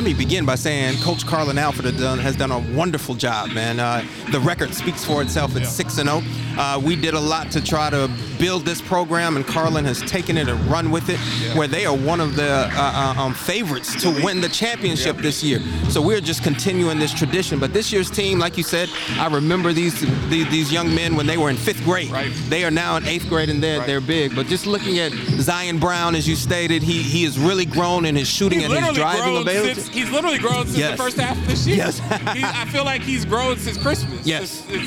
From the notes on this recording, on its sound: LIVE coverage of an FHJ Flames Basketball game